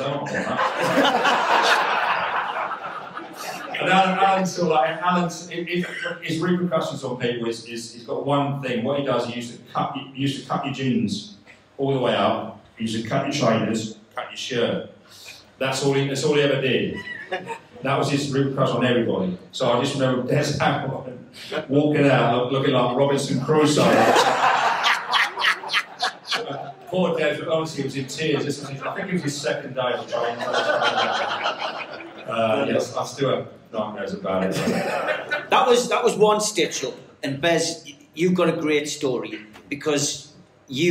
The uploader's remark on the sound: NUFC Matters Live 2623 Grand Hotel Newcastle